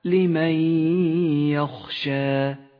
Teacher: المثال التالي على حكم الإدغام بغنة في قوله تعالى لمن يخشى. لمن يخشى، في حكم الإدغام تسقط النون من اللفظ ولذلك لونت بالرمادي، ويغن حرف الياء الذي بعدها بمقدار حركتين ولذلك لون بالأخضر لمن يخشى.